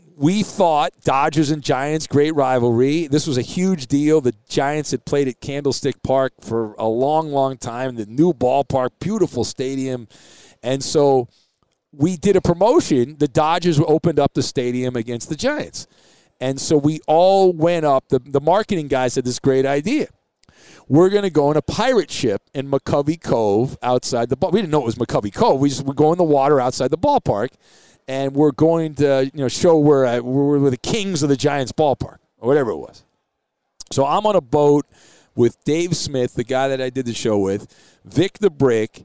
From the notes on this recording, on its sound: Live from Super Bowl Row